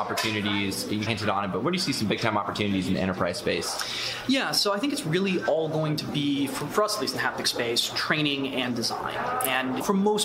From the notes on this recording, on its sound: Live from CES 2020 in Las Vegas!